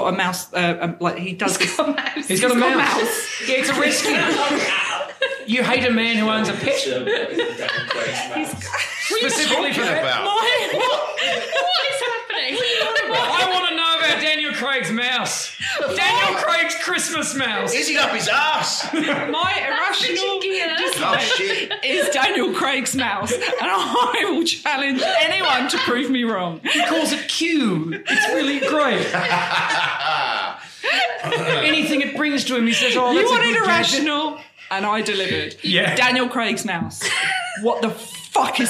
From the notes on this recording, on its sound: Filmed live at the Cavendish Arms in Stockwell. Filmed live at the Cavendish Arms in Stockwell.